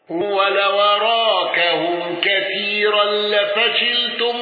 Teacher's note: بالنقل وفتح الراء وترقيق راء كثيرا